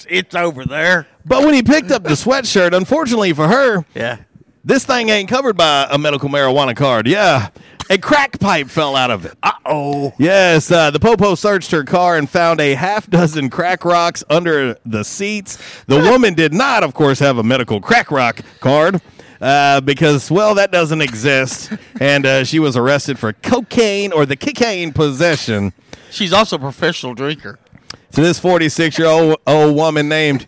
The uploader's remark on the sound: A Free For All Friday LIVE from Mabry's Smokehouse!